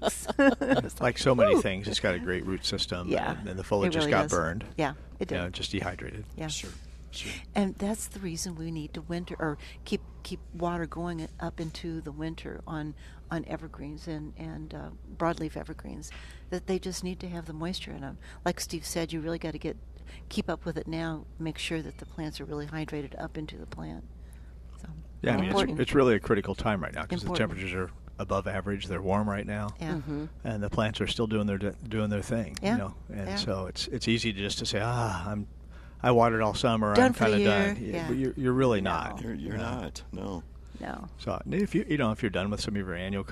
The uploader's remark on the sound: Plant Experts Live at Prairie Gardens. Live from Prairie Gardens every Saturday as they answer all your lawn and garden questions.